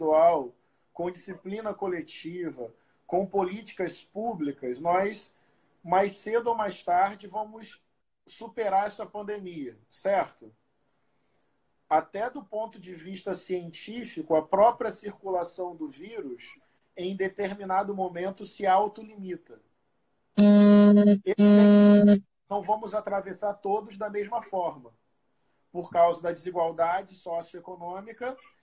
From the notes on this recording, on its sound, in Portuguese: LIVE no Instagram